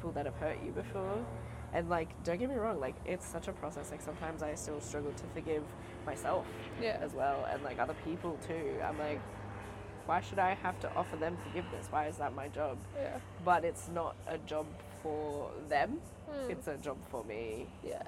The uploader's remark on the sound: In the Backyard. The cicadas are singing, the sun is shining and the tea is served. We sit outside in communion with each other.